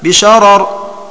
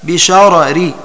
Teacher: وله في الثانية وجهان، السكون المحض مع التفخيم هكذا بشرر، والروم مع الترقيق هكذا بشرري